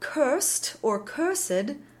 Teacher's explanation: In a word like cursed or cursed, again, because of the following consonant, there's no R. Instead, just like … said in bird song, the R gets taken into the vowel, making it very similar to the mixed vowel like an O umlaut. · IPA: [ɝ]